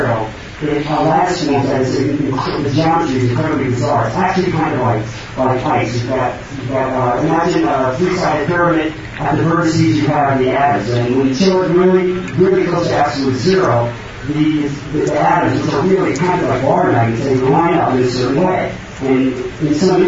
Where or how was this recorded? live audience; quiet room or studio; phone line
live audience